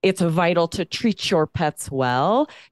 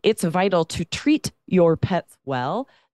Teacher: if one word ends in a T sound, like the letter T, and the next word starts with a Y, the letter Y, that becomes ch · Shown in: first take · Term: assimilation